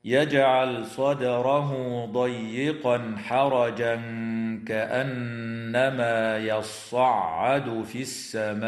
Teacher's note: وتمد الألف في كلمة السماء من قبيل المد المتصل بمقدار أربع أو خمس حركات